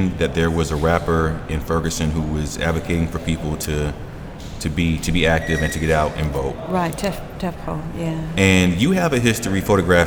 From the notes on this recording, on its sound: Recorded live at Gallery 72.